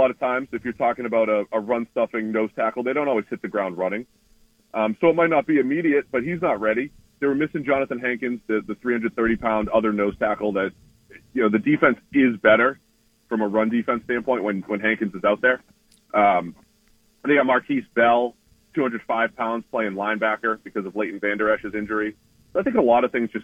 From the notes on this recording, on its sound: Joins the show on the Farm Bureau guest line talking about the rest of the NFL season live in the BankPlus Studio.